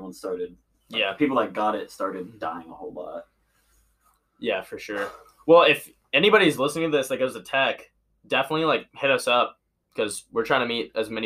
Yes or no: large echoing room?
no